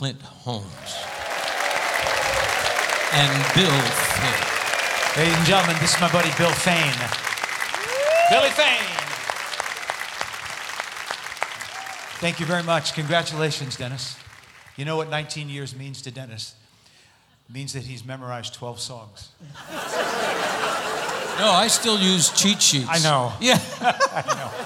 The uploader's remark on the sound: Live at the SouthPoint Casino